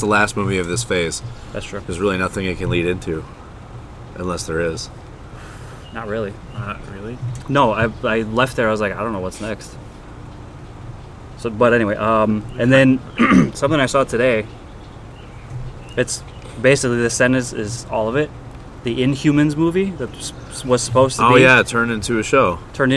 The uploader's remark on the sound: attempted to record an episode outside on a beautiful summer day but got eaten alive by mosquitoes